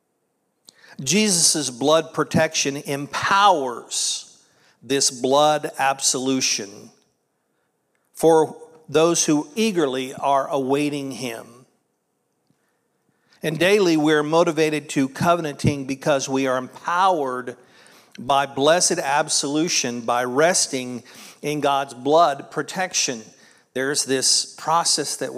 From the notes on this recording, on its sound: This was originally recorded at Palestine Church of Christ on Aug 20th, 2023.